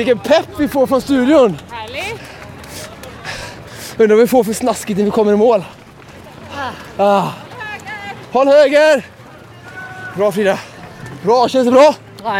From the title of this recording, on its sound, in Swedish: Göteborgsvarvet live